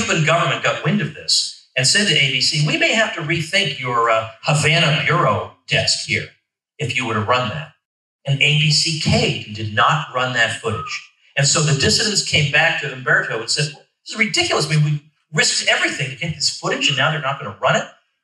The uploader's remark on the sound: In this keynote address to the state convention of the Libertarian Party of Florida